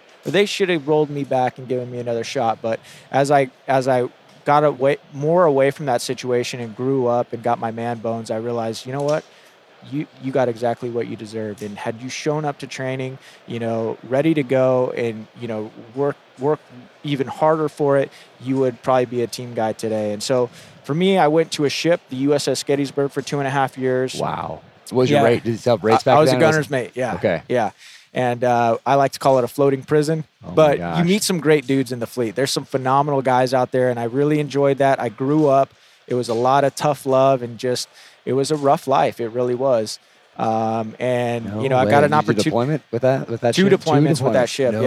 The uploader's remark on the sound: This interview was recorded in January 2020 at the Las Vegas SHOT Show